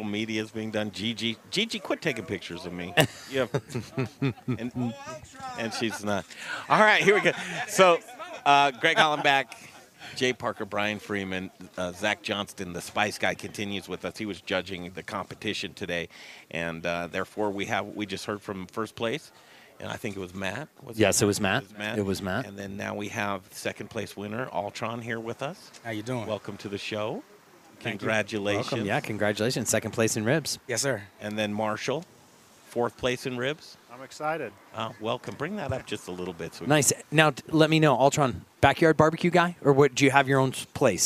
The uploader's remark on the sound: Live from Proud Souls Barbecue and Provisions Rib Competition! 2nd annual backyard rib competition!